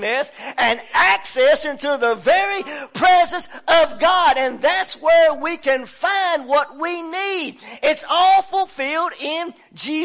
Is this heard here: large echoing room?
yes